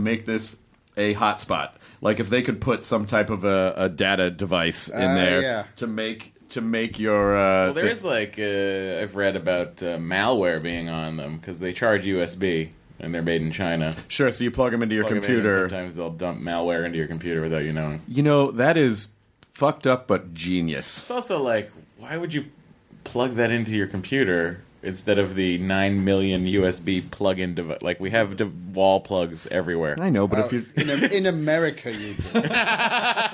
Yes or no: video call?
no